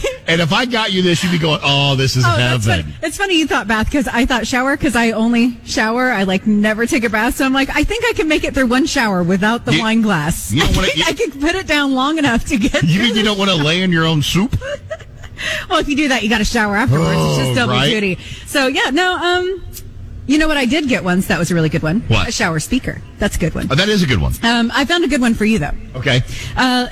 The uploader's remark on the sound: Our show LIVE at Dunkin!